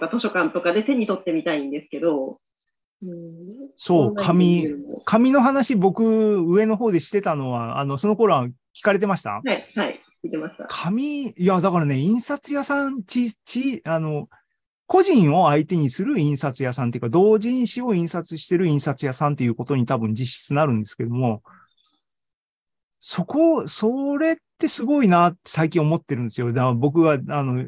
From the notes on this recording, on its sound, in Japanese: ZOOMライブの模様です。